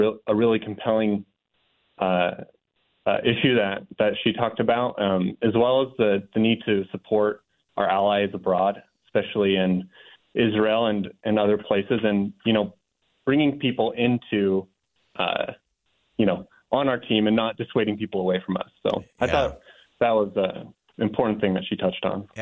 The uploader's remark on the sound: Hops on the phone with four students who attended Ambassador Haleys Speech at UVU.